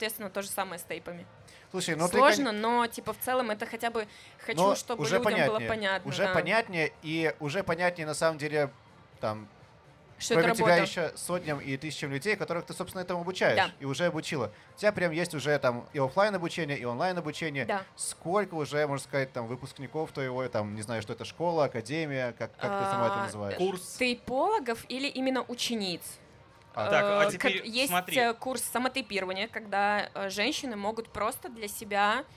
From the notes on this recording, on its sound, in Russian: бонусный выпуск подкаста, который мы записали на фестивале Vulitsa Ezha